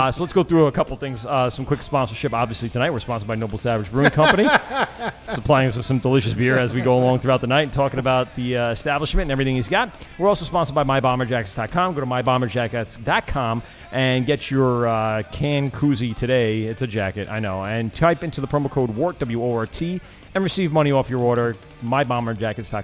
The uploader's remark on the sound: LIVE at Noble Savage Brewing Co